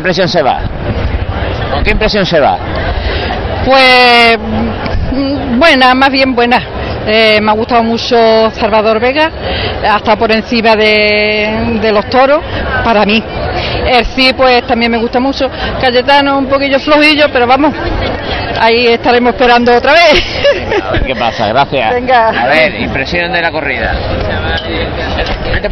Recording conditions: busy venue